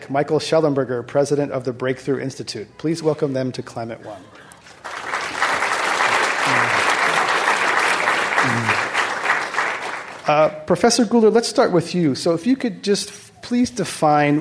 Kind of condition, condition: setting, live audience